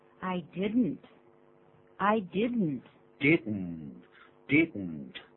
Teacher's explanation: I didn't 是 did not 的缩写，这是一个助词。I did notexpect，这个 expect 代表预期，那么 didnot。实际上我们在绘画的时候都用连在一起的，用 didn't，记住那个 didn't 的音，用鼻音出来